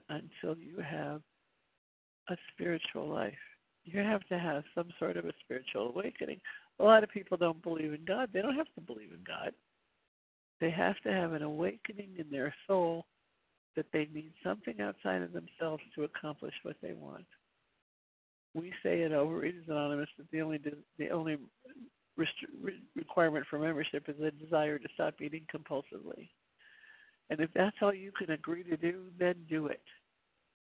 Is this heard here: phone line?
yes